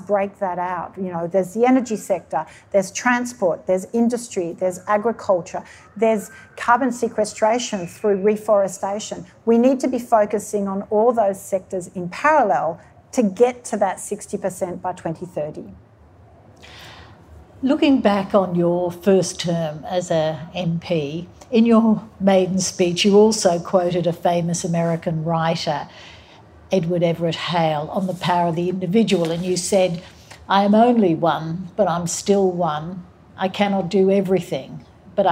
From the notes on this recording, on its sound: recorded live in conversation